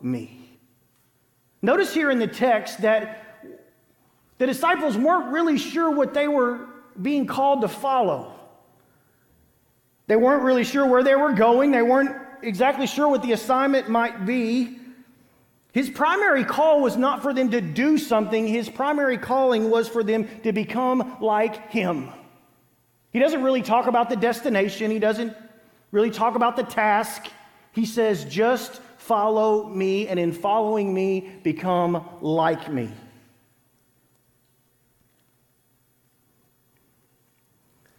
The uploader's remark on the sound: Green Hill Church Live